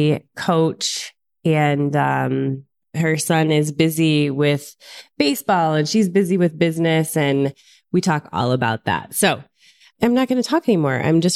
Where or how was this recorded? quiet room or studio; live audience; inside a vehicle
quiet room or studio